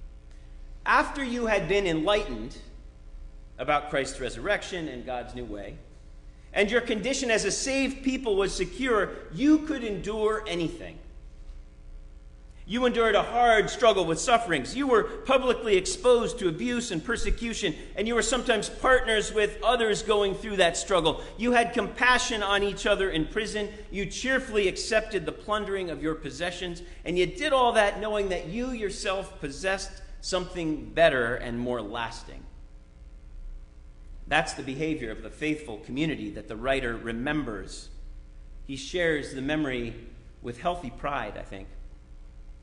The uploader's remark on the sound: Sermon preached at RCHP.